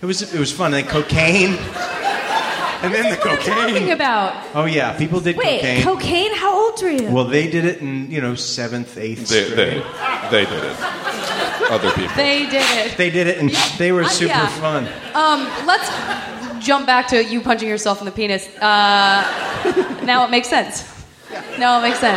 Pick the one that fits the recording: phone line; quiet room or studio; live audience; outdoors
live audience